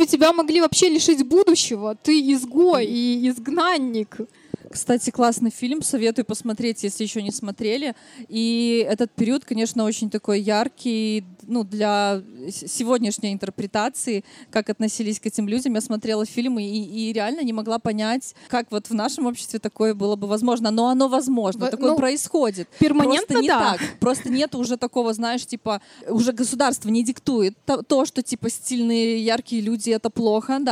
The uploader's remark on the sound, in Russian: Четвертый сезон было решено начать нетипично — запись выпуска прошла публично, на одной из площадок городского пикника Vulitsa Ezha (поэтому не пугайтесь непривычного звука и небольших посторонних шумов).